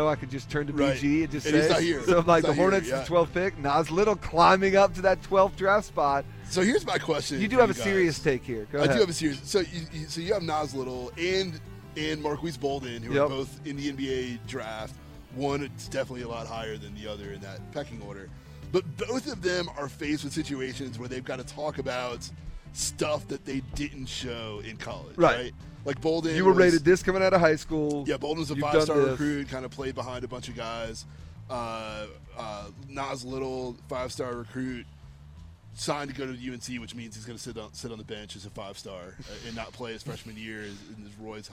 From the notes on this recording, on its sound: The guys are live from the Rex Hospital Open at Wakefield Plantation.